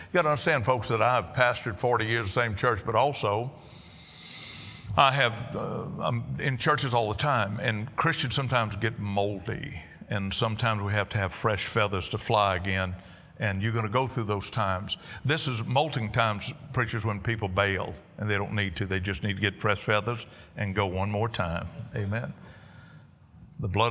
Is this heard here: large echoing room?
yes